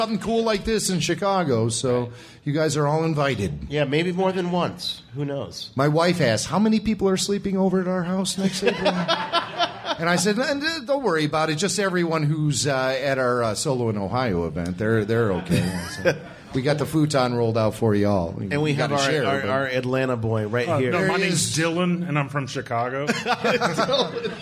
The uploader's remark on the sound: Our live podcast event recorded in front of a packed house of STAR WARS fans in Cleveland at the Playhouse Square Theater. The mic was open all night for members of the RFR community to jump in on the conversation. This show was recorded on opening night for the movie and it captures the excitement only a room full of die-hard STAR WARS fans can create!